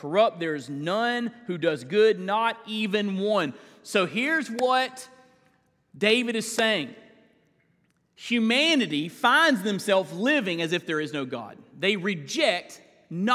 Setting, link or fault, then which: setting, large echoing room